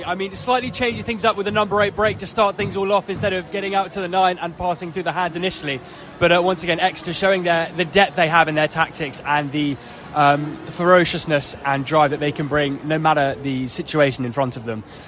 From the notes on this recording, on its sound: live from Sandy Park!